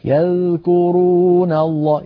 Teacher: يكاد يلامس طرف لسانه أطراف أسنانه ولا تكاد تسمع صوتا، فلا بد من بيان صوتها. · Term: إضعاف صوتها